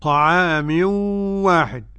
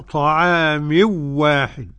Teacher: هنا تنوين وأتى بعده واو يبقى إدغام بغنة للجميع · Shown in: first take